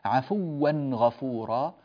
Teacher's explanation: التنوين جاء بعده غين، فينبغي أن نعطي التنوين هنا الحكم يكون الإظهار، كثير من الناس عند الغين لا يظهر وإنما يأتي بالتنوين